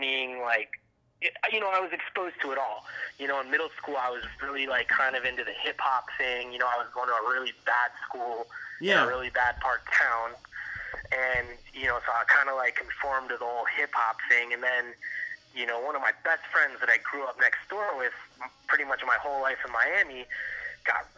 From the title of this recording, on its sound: A Little phone call